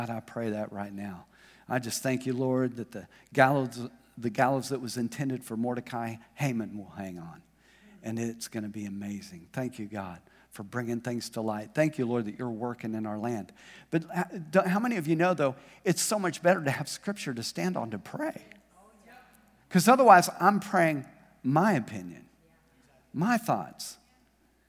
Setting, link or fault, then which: setting, large echoing room